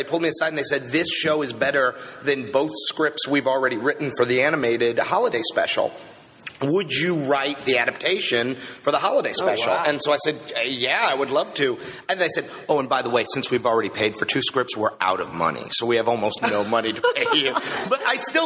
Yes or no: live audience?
yes